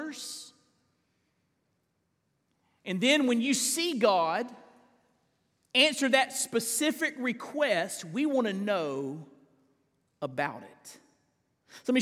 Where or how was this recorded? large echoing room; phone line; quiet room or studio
large echoing room